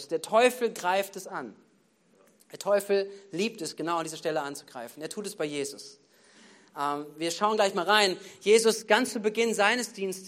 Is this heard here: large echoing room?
yes